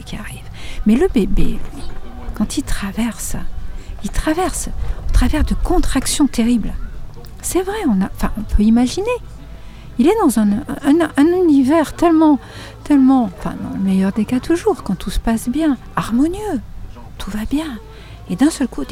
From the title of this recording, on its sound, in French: En Direct Du Bhakti Om Festival